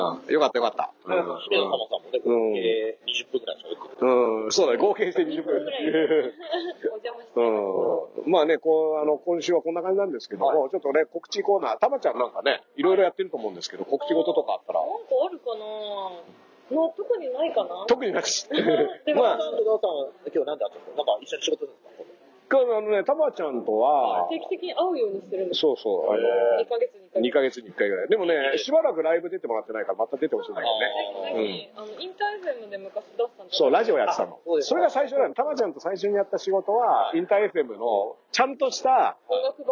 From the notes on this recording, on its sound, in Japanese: 砂場がファミレスだったため、音声が聴こえづらい！